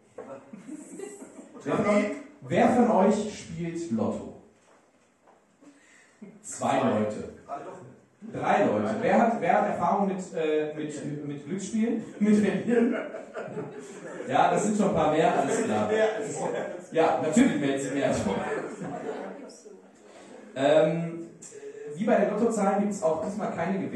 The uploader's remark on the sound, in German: Live in Lüdenscheid Teil 2